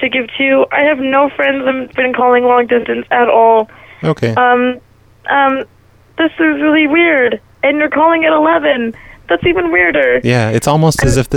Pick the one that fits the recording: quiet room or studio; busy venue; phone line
phone line